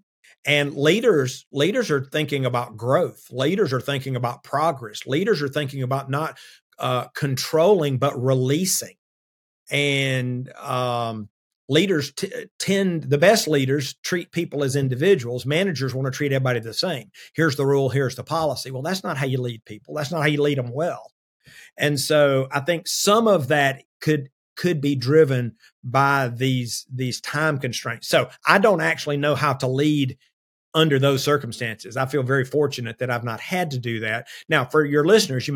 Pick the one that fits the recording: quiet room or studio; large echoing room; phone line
quiet room or studio